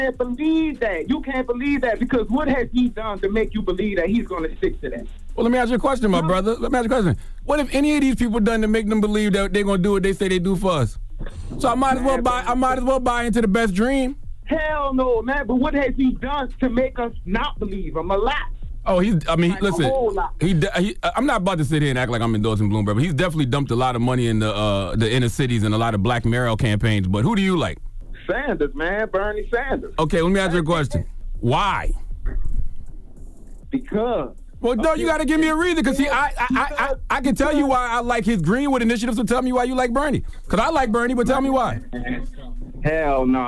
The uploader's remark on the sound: We opened up the phone lines to see if there is ever a good reason to change the last name.